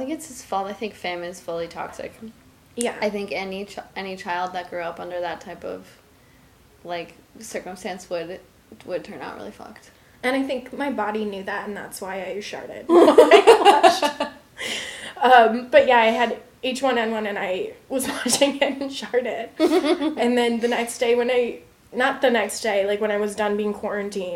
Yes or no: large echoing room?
no